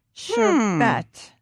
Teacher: It's actually not sherbet, but everyone says sherbet. It's sherbet, no R in the last syllable.